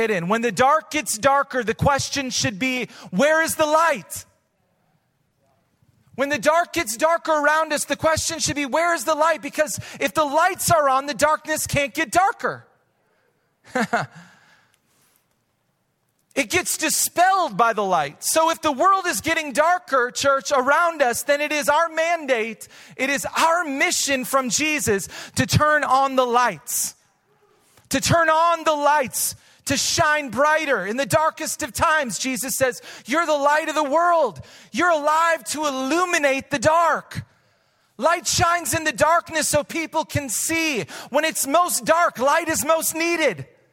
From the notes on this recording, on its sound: Recorded live at Hope Church in Springfield, Mo.